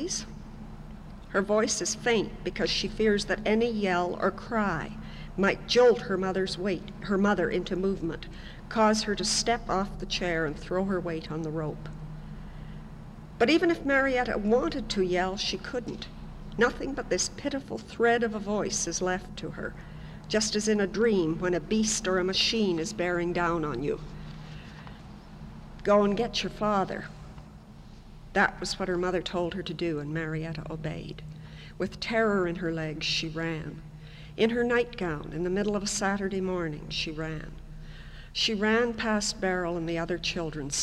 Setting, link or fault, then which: setting, large echoing room